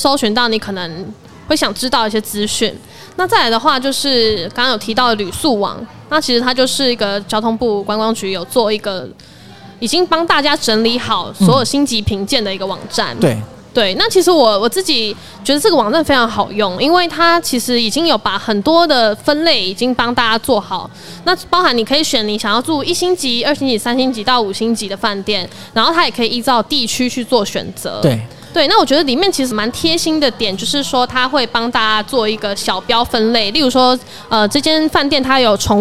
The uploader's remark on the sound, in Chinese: Live Podcast 原音直送